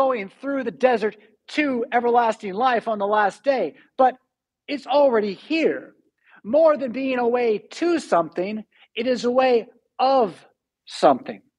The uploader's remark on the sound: Preached at St Paul Lutheran Church , Rockford, Illinois on January 30, 2022.